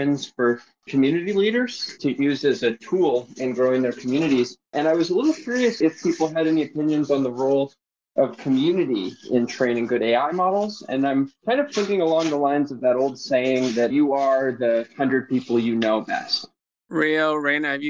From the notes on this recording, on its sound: in this session of Twitter Spaces by NFT LA Live (now Outer Edge) and Howl Labs